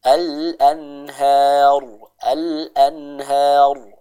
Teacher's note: Ro-nya dibaca dengan tebal ya. Jadi bukan al-anhar, bukan al-anhar, tapi al-anhar, al-anhar.